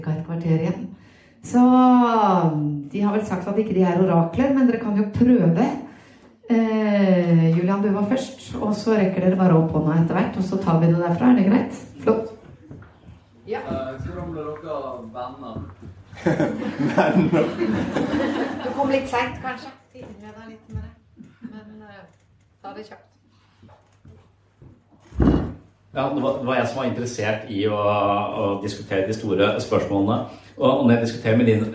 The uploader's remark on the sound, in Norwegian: Skolen har også en kristen profil. Var invitert for å spille inn en episode av Pastoren og Psykologen med eleven som publikum. Publikum er unge mennesker.